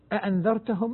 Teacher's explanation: منهم من يحقق الهمزتين كحفص ومن وافقه